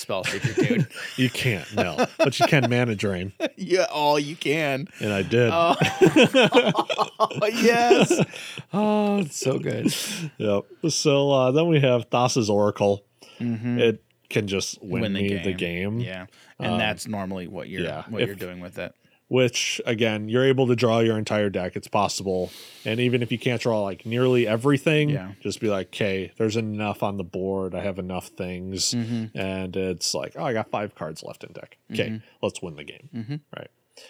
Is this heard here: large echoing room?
no